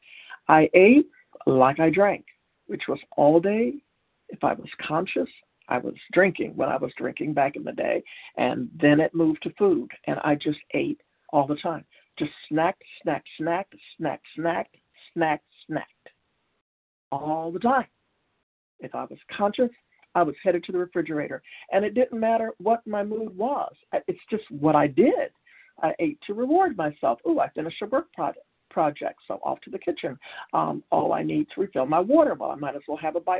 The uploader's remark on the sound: Qualification from the 100 Pounders Phone Meeting.